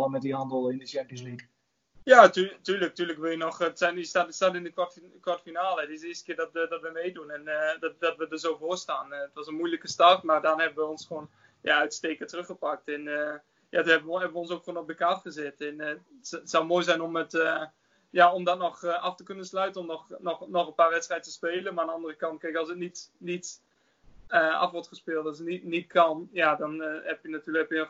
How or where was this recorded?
video call